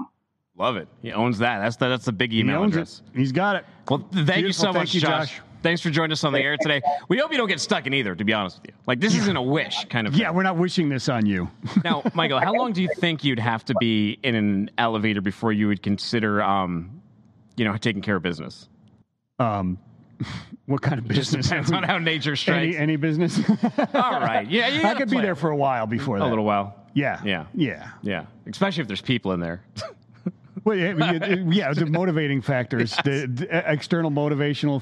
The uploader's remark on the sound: live from FreightWaves' Cold Chain Summit